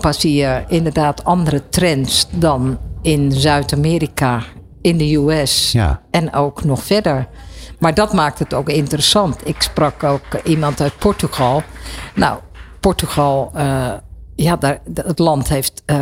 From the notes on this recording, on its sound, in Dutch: New Business Radio live vanuit Cannes. De uitzendingen vinden plaats vanuit de Embassy of Dutch Creativity, de handelsmissie van de Nederlandse creatieve industrie tijdens het 70ste Cannes Lions International Festival of Creativity.